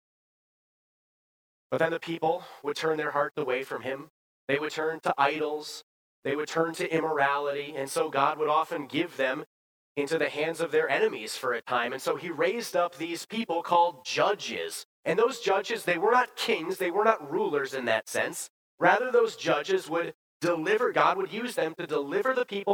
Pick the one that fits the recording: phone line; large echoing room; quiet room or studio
large echoing room